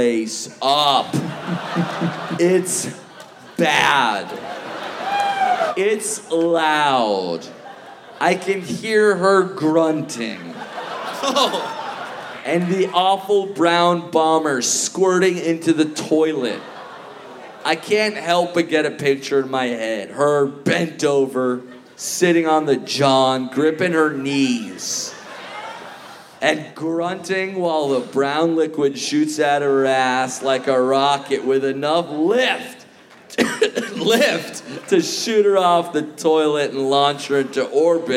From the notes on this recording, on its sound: Recorded Live at the Vogue Theater as part of Just For Laughs: Vancouver!